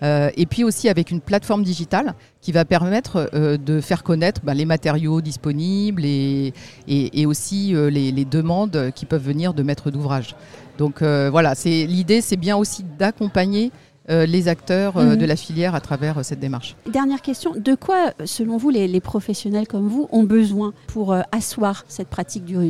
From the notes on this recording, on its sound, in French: Un entretien enregistré au Salon de l’Immobilier Bas Carbone (SIBCA) que je vous propose aujourd’hui.